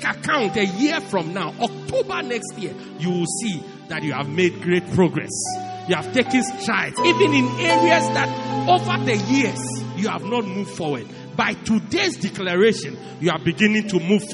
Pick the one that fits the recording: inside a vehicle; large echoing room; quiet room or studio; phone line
large echoing room